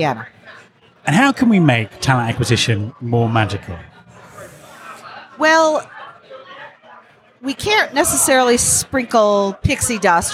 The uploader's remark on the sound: This special episode was recorded at the first ever Recruiting Future Podcast live event at the HR Technology Conference in Las Vegas. I was blown away by how many people came along.